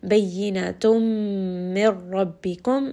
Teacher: we are going to merge this together, bring this up into the nose. · Term: idgham with ghunna